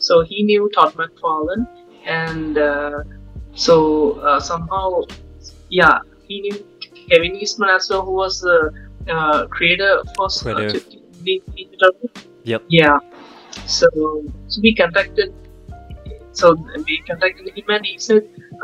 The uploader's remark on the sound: The podcast was recorded with an 11 hour time difference so bare with any audio issues. We tried to clean it up as much as possible.